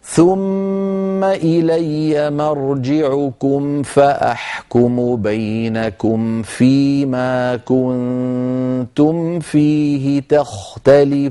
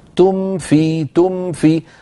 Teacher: ثم إلي مرجعكم فأحكم بينكم فيما كنتم فيه تختلفون، بلطف بعد أن يقول مثلا كنتم تم، بعد ما يطبق شفتيه من أجل الميم تم في فينتقل من ميم ساكنة بإطباق الشفتين إلى وضع أطراف أسنانه العليا على باطن الشفة السفلى وهو مخرج الفاء، تم في فهكذا ميم ساكنة بعدها فاء بلطف، ولا يقوم بحركات.